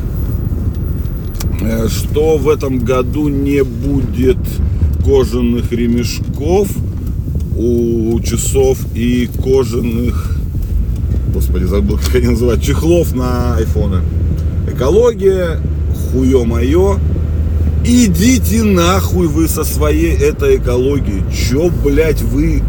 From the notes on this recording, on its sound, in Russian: Сорян за фоновый шум